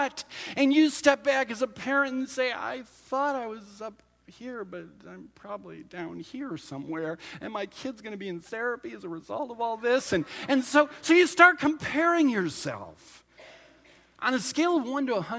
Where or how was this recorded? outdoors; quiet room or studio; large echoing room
large echoing room